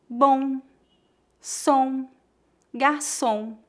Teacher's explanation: Note que não tocamos os lábios para pronunciar o M.